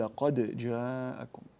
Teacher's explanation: ورش رحمه الله فيقلقل الدال